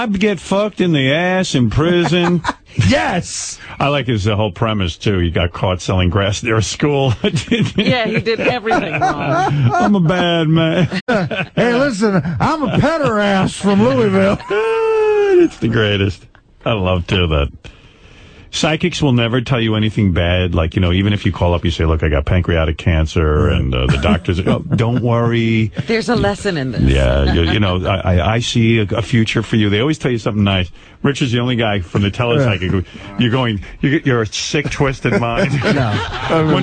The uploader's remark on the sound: Prank Phone Calls